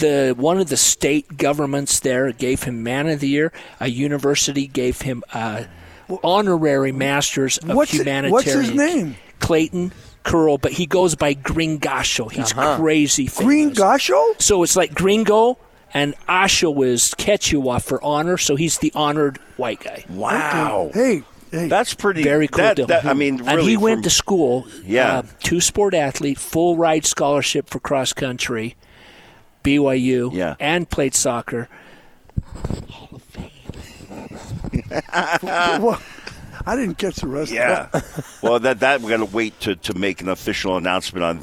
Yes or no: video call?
no